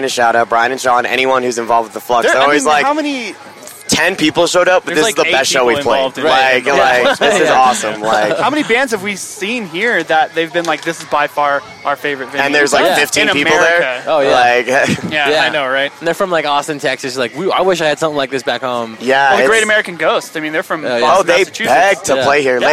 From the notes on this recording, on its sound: This was recorded at the 71Grind festival hosted at the Flux this past June.